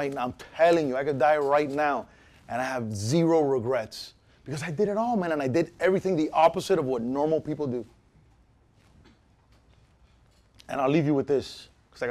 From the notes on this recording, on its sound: Keynote at CCNN.